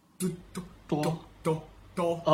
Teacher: 你大致可以体会到你的舌尖跟你的上颚贴合然后你的舌面往下凹。